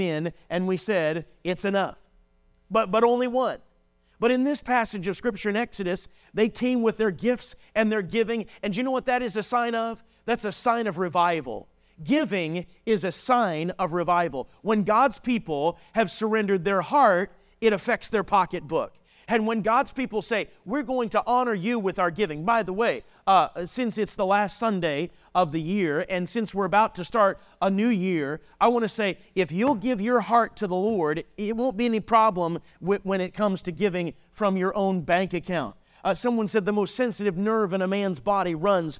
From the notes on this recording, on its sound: This message was delivered on December 31, 2023, during our morning service.